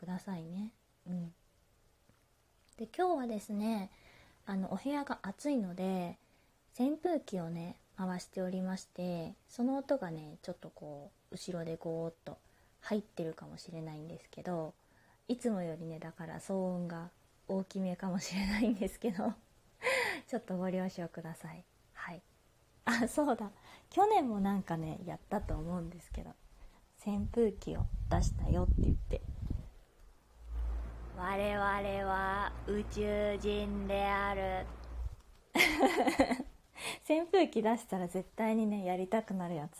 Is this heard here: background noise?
yes